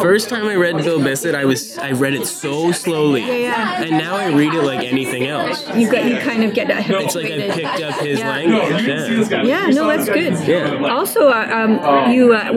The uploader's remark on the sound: At the ClockTower Pub before his featured reading at the In/Words Reading Series. With pub & In/Words noise in the background.